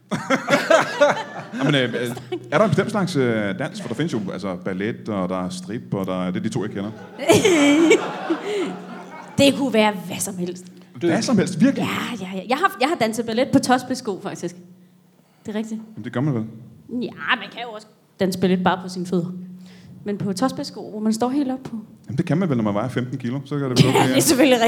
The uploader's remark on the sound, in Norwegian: LIVE fra Comedy Zoo